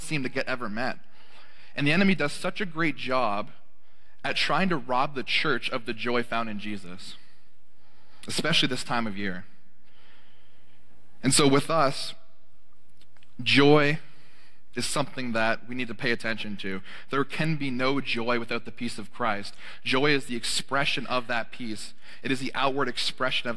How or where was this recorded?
large echoing room